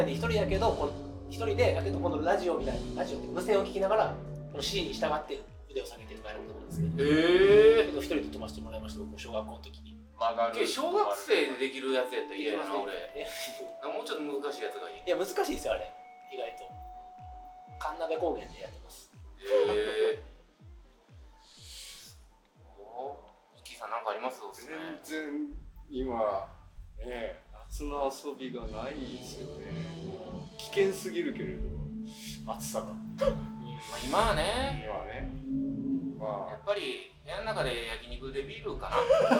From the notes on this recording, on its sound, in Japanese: 大阪城野外音楽堂・楽屋での収録になり。音声が聞き取りづらくなっております。